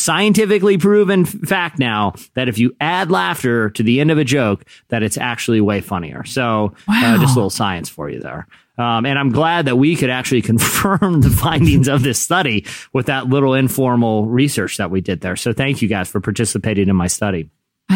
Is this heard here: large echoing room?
no